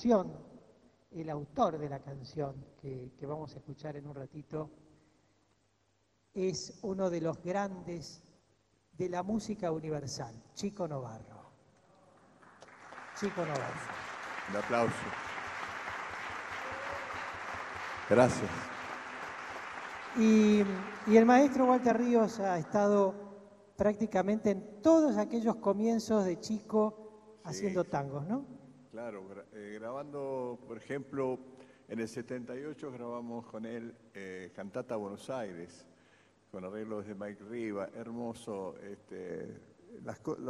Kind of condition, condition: setting, busy venue